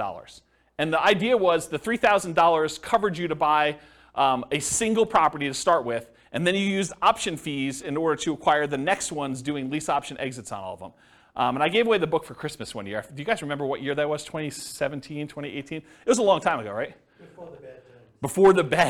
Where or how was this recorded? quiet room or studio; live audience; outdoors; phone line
live audience